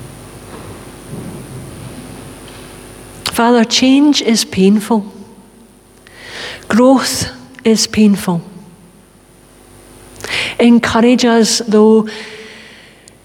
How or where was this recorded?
large echoing room